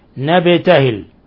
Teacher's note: الباء ساكنة تقلقل